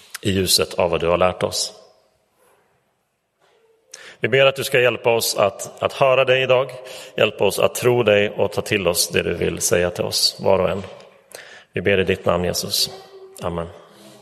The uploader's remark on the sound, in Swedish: Inspelad i Roseniuskyrkan den 26 november 2023.